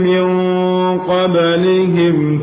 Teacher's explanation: Nun sukun Setelahnya huruf qaf dibaca dengan tabkhim, ikhfa tabkhim.